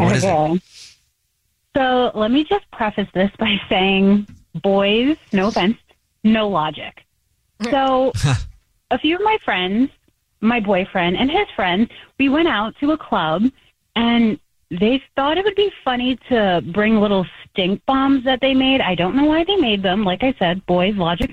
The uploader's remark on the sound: There is a listener on the phone who wants to tell us a Dirty Little Secret.